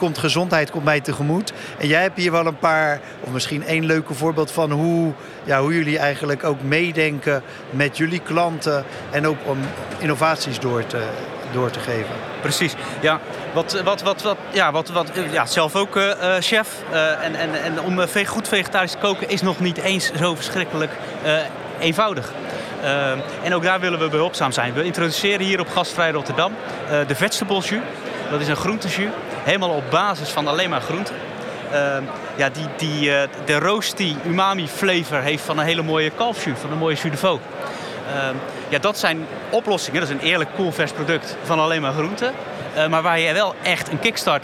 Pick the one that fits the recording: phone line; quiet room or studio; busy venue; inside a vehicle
busy venue